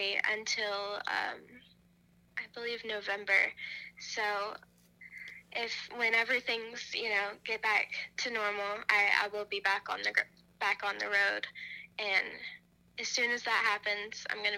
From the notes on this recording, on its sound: burnt the phone lines